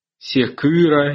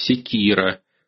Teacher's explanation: В результате изменения сочетаний «кгх» в «кигихи» в древнерусских словоформах всякое «к» изменялось в «ки», всякое «г» изменялось в «ги», и «х» изменялось в «хи»